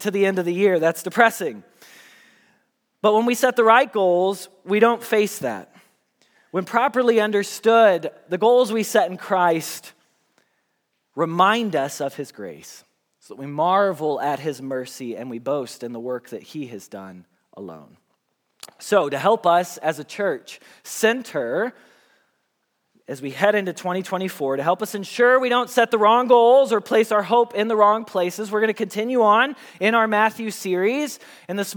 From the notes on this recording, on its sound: Message Preached at Valley Creek Church